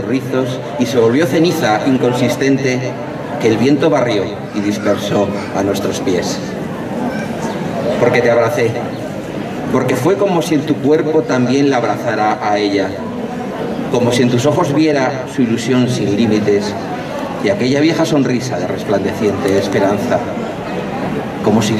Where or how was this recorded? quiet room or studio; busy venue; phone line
busy venue